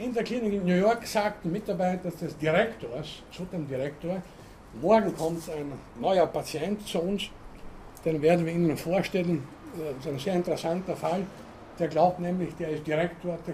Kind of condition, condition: setting, large echoing room